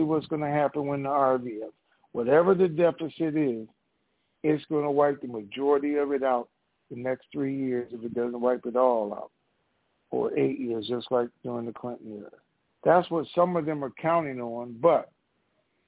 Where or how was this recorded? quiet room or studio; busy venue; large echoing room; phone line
phone line